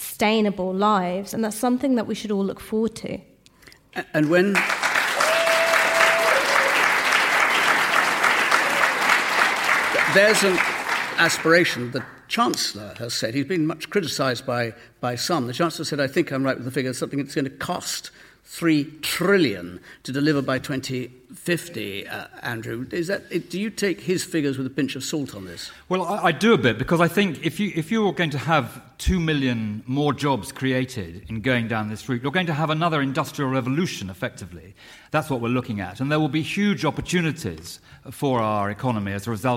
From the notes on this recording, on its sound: Topical debate from the Paignton Palace Theatre in Devon.